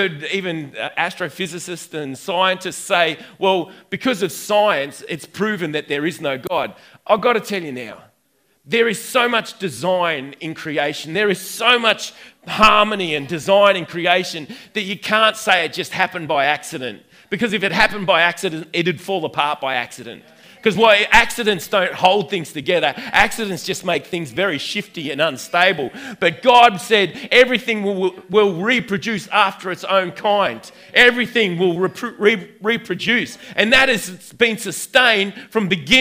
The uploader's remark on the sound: recorded on 08/09/2019 at the 11am gathering at River Edge